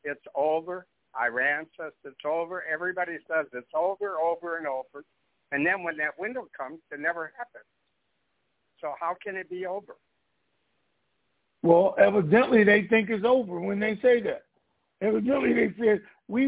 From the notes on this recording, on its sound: TNTSuperfantastic Conference Call